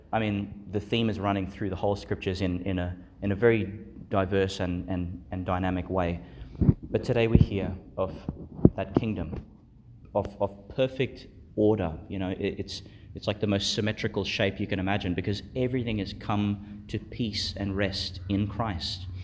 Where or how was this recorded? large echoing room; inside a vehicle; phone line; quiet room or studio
large echoing room